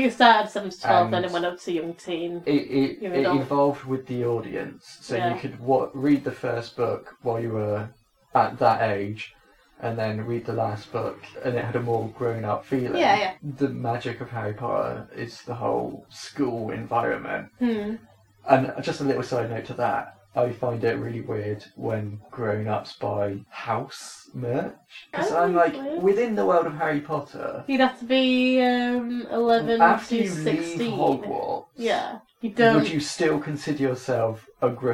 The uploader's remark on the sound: audio is kind of sucky